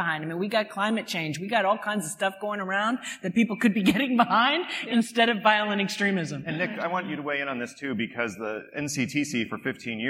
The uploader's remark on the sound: Lawfare and the Strauss Center for International Security and Law sponsored a series of panels at the Texas Tribune Festival. We bring you the audio of our Tribfest event.